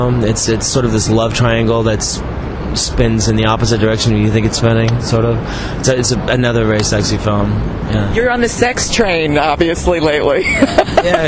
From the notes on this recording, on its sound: a rooftop chat at the 2010 Tribeca Film Festival